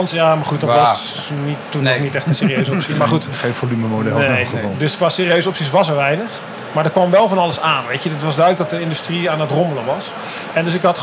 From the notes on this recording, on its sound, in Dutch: Een serie speciale afleveringen opgenomen op de EV-experience op het circuit van Zandvoort